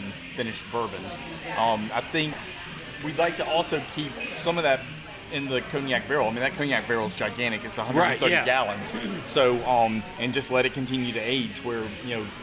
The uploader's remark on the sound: Is at Sugarfiled Spirits in Gonzales, Louisiana. At the release of their 2023 Screw Cancer collaboration with the distillery.